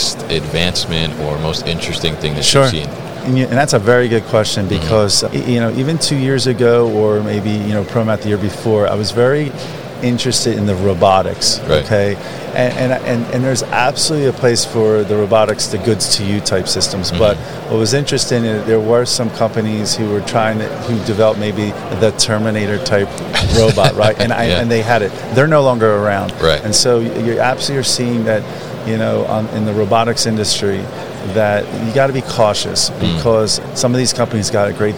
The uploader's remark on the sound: Procensis at MODEX 2022. Came by The New Warehouse booth to talk about his thoughts on the trends at the show.